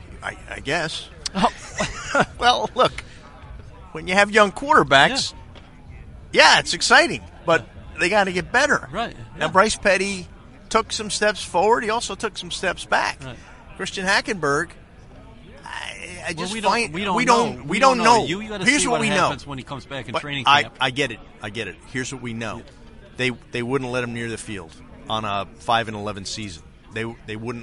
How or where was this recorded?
busy venue